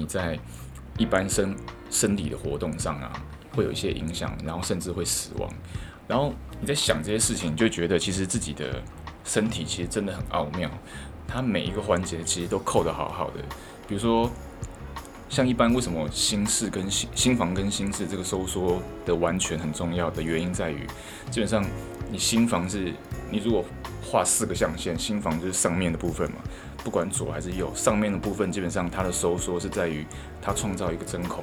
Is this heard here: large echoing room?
no